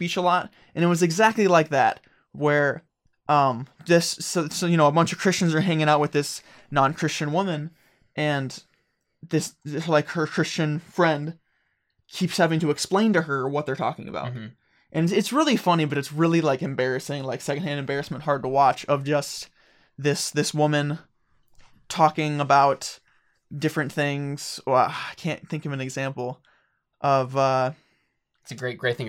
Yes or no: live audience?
no